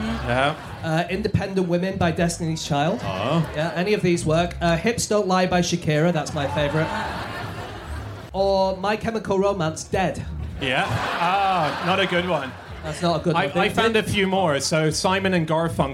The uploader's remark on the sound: Live from the Wilderness Festival